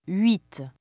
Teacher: it is not aspirated or breathy like the English H. In fact, it is entirely silent. · Term: H aspiré